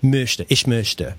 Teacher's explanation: You make an O, you say an O, but you make your mouth in the shape of an E while you're pronouncing the O. · Term: the umlaut trick